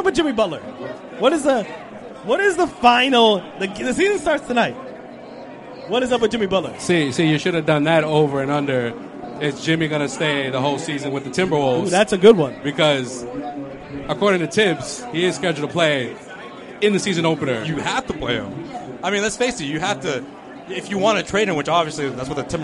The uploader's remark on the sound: We bring you the best of our Live Celtics Opening Night Broadcast from The Harp (across the street from the TD Garden).